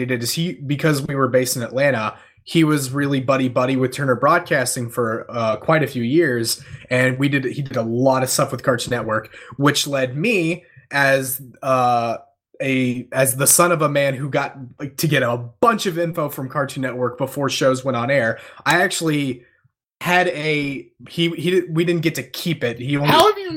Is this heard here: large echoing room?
no